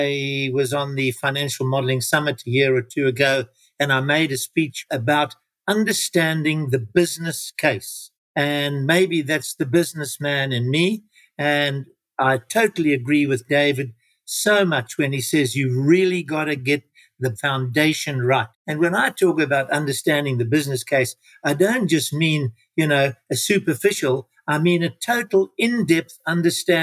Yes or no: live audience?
no